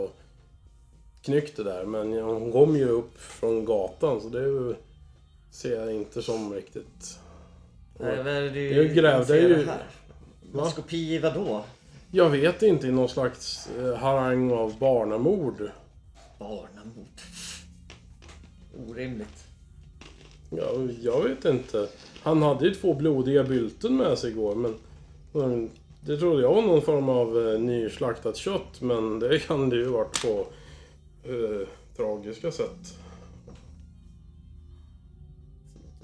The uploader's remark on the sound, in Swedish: Vi ber om ursäkt för dåligt ljud, knaster, knaper, klick och hostningar.